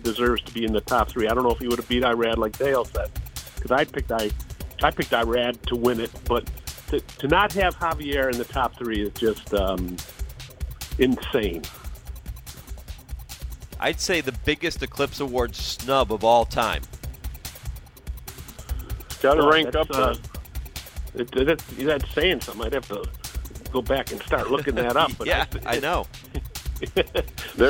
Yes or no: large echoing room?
no